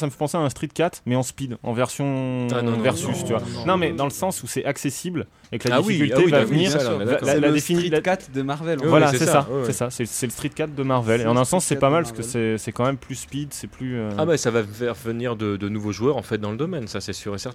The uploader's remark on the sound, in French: Un pif de l’actu enregistré sous une chaleur écrasante dans un appartement surchauffé avec beaucoup de monde